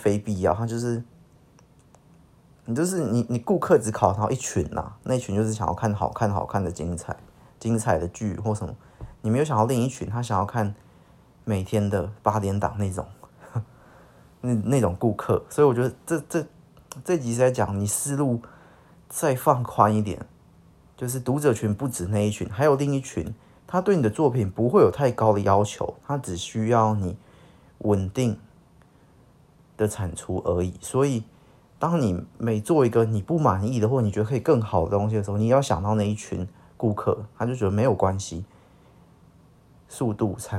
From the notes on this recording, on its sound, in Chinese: 音質不是很好，可能之後還是盡量少用手機錄吧